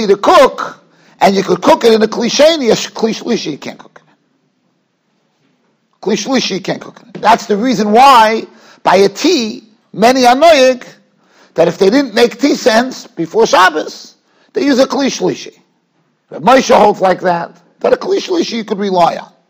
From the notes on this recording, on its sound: Shiur recorded in Yeshivas Ohr Reuven, Monsey, NY.